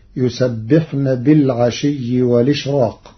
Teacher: قرأ ورش كلمة والإشراق بنقل حركة الهمز إلى الساكن قبله مع حذفها